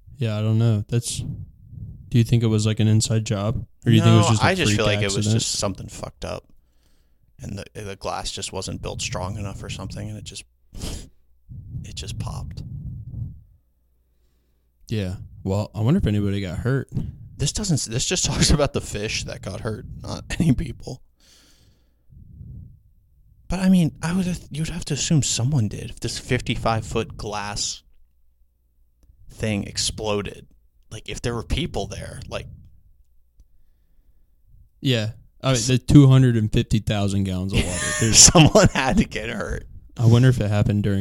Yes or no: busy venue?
no